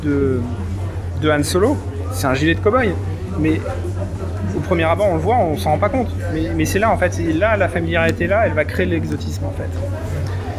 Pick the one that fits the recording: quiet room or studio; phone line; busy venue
busy venue